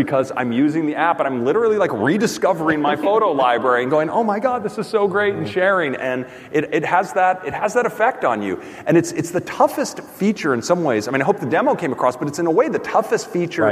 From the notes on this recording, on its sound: Live From WWDC 2019